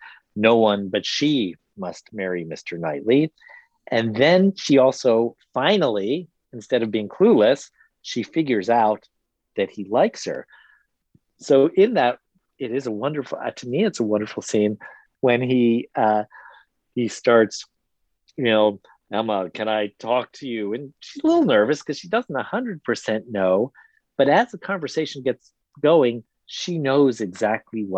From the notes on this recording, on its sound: We spoke on a recent sunny Saturday, by Zoom. Here’s an edited excerpt from our conversation.